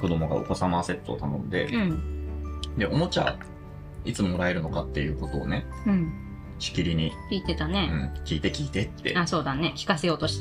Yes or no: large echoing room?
no